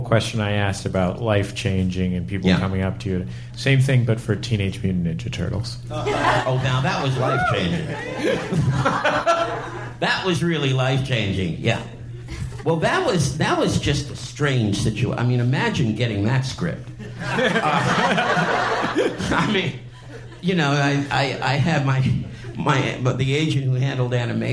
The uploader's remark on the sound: live conversation at the Cinefamily in Los Angeles